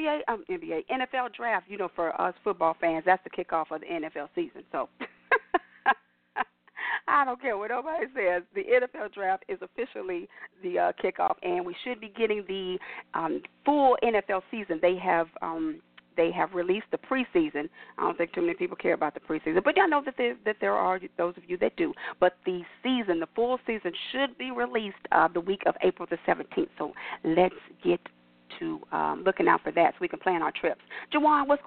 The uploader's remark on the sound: your phone calls